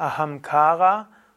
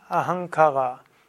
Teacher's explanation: Also es ist Ahamkara und nicht Ahankara. Also das zweitletzte A ist lang und damit ist auch eine Betonung drauf · Shown in: first take